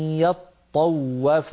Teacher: يطوف فيها طاء مشددة لابد من بيانها وهي طاءان، والواو أيضا مضاعفة فهي واوان، يطوف لابد من بيان التشديد